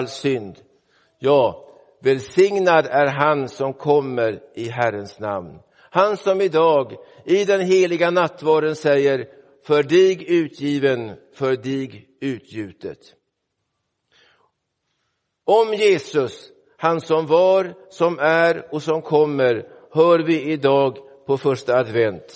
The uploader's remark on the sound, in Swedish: Inspelad i Roseniuskyrkan den 3 december 2023.